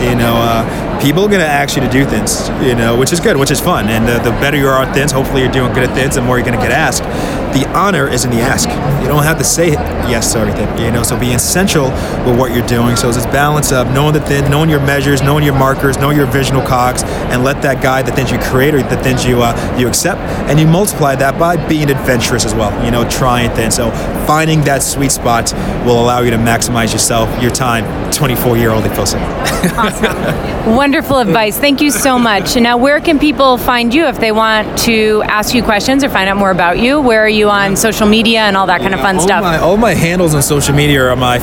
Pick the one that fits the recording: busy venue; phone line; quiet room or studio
busy venue